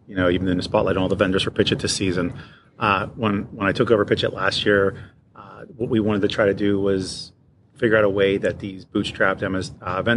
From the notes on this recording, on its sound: Live from ASCII Edge. Live from the ASCII Edge event in Clearwater, FL.